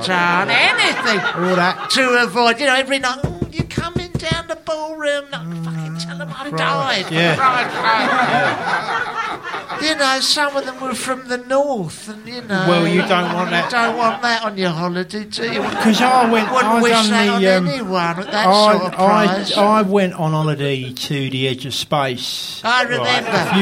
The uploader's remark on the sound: In front of a live audience at London's Museum of Comedy.